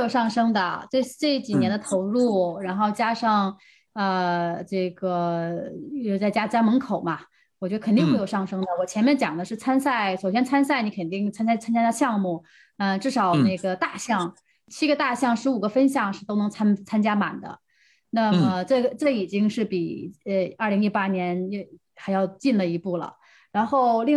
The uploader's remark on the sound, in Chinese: 本期节目的录制是用某会议软件录制的，音质不会像使用专业的设备那样清晰